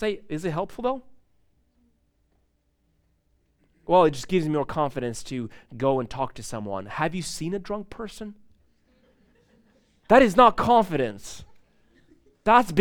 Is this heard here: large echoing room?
yes